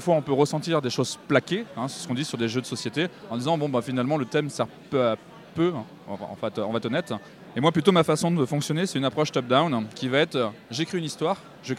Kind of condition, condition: setting, busy venue